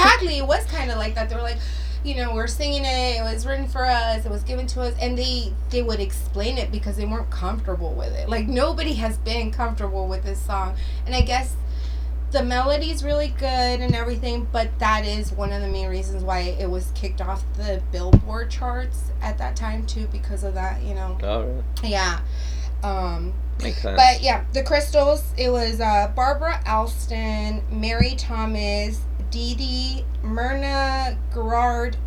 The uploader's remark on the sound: We got a way better microphone and are now using GarageBand on OS to record this podcast, but we are not very good at it yet. Please bare with us while we continue to work on our sound.